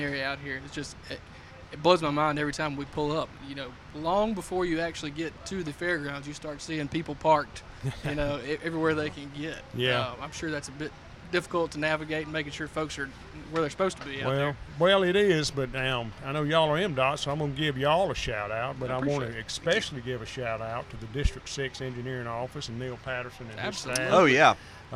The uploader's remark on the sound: Joined The Extra Mile podcast on location at the Neshoba County Fair. Soundbite from Neshoba County Fair speech.